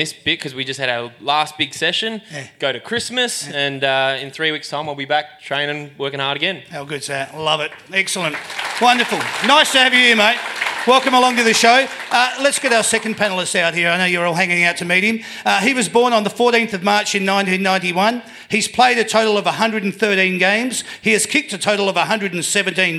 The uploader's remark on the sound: That's Good for Footy panel show LIVE from the Italian Sports Club in Werribee